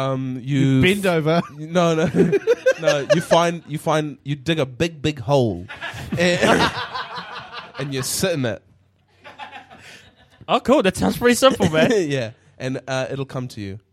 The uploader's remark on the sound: LIVE at the Beer Jerk Bunker! In their first ever episode recorded in front of a live audience. At the Beer Jerk Bunker in Auckland.